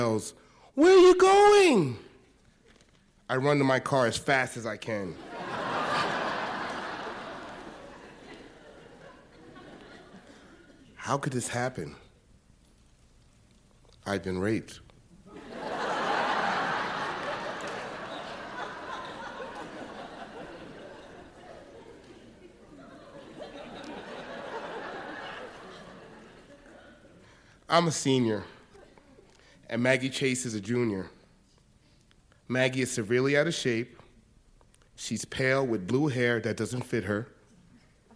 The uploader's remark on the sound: Both stories were told on stage at Lip Service in front of 600 people.